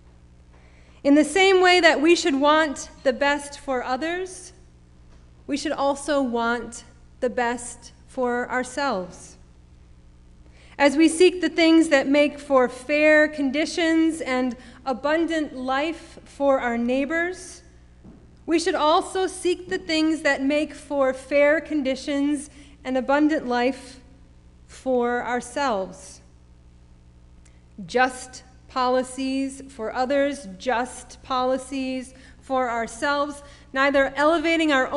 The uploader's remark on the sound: Sermon preached at RCHP on October 31, 2021.